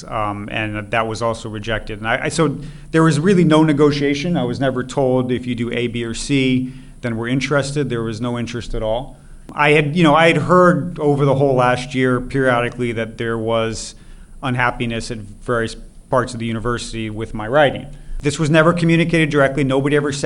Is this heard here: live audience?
yes